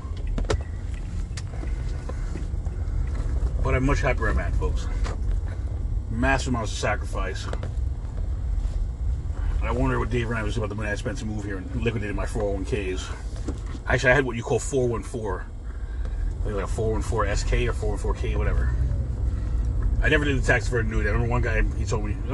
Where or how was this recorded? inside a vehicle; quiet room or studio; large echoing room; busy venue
inside a vehicle